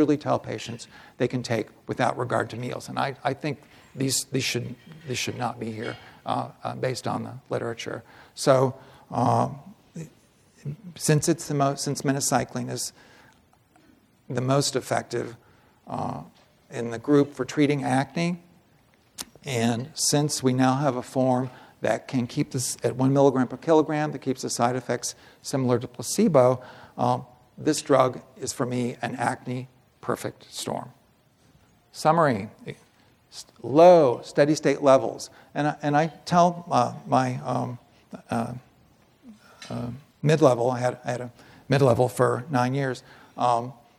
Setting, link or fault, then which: setting, live audience